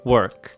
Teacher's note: 舌を丸めたりとか口があんま開かなくて「うー」みたいにすごいこもった音になるんですよね